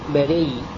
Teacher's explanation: نبدل الهمزة ياء وندغم الياء الأولى في الثانية فتصير ياء مشددة